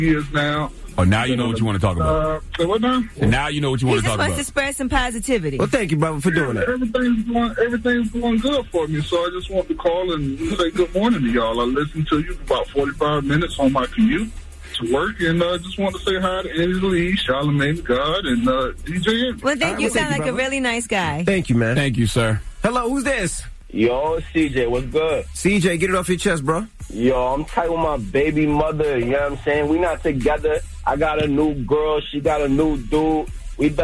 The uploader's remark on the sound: We opened up the phone lines for people in need of relationship advice.